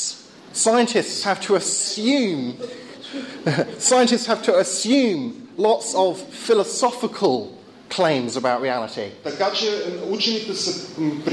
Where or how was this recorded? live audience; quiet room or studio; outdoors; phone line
live audience